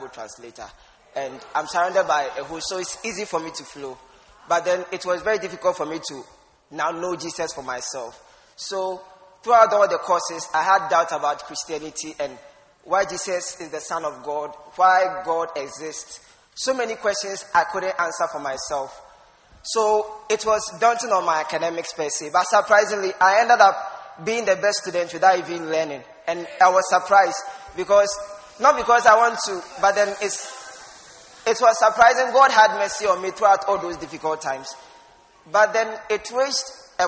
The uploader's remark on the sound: Preached at the First Love Church, University of Ghana